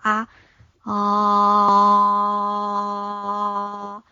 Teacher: 因为啊是我们所有音中口腔打开度最大的啊，你可以通过持续发啊啊去找那种口腔放松膨胀，好像充饱气的气球的那种感觉。当你用口腔打开的状态去说话的时候，你的声音会更明亮，显得更自信，另外你的这个声音也会更有穿透力。口腔打开是美化我们声音、优化普通话一个非常基础、非常好用的动作。